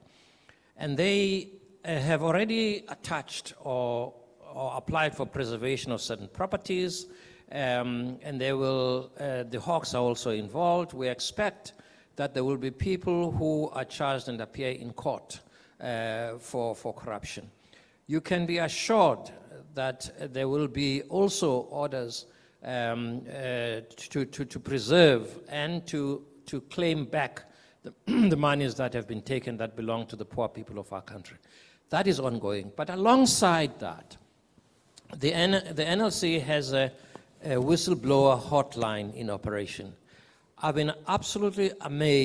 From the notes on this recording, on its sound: We are still coming to you live from Durban at the Coastland Musgrave Hotel where the National Lotteries Commission is welcoming its newly elected board chairperson.